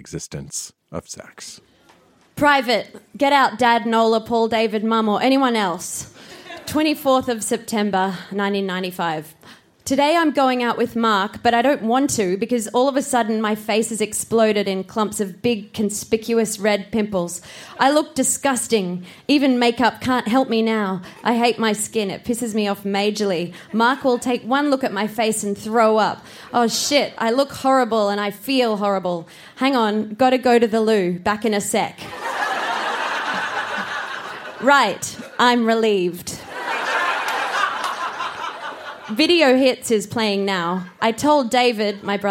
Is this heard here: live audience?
yes